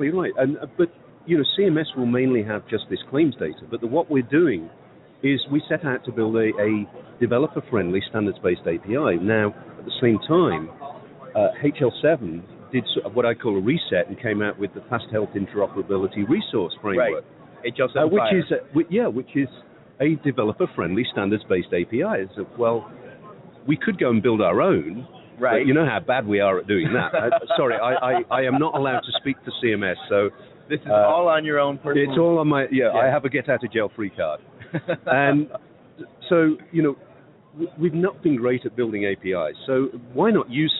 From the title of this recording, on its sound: Live From #HiMSS 2016: Day Three